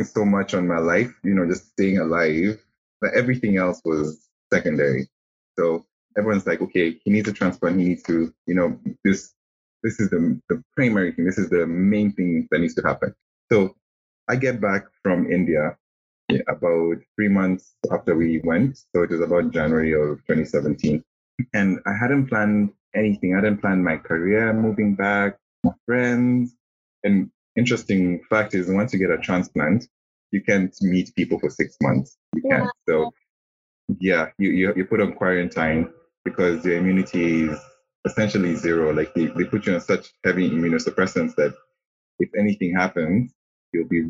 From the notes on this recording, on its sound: Apologies in advance for the background noise, we had to record over zoom due to distance!